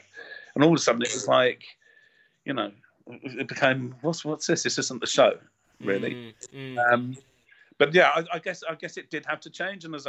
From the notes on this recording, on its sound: Shares his Sun Hill memories via Skype from Australia.